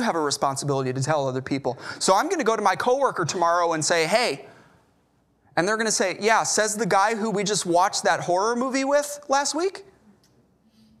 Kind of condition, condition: setting, large echoing room